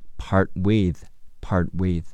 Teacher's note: 听力中 part 的 T 会失去爆破，不读出来